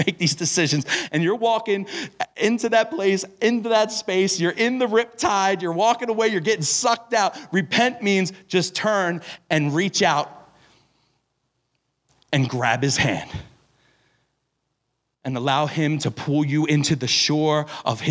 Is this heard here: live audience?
yes